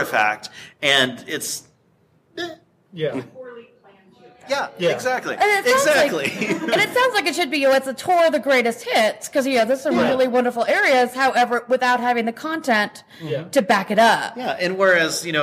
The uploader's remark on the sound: Live! From Nerdtacular. The first full day of content is over and we’re into the second day as we record this.